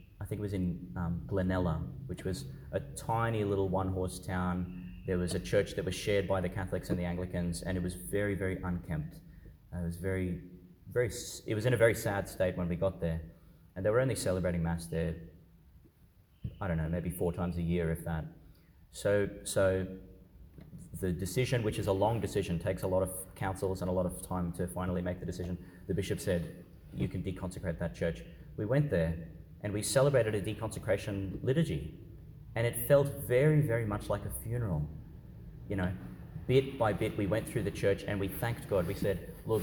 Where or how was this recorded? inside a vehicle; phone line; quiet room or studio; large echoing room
large echoing room